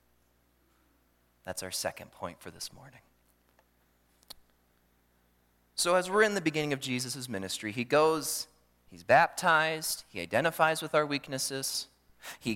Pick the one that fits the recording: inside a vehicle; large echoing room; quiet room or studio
large echoing room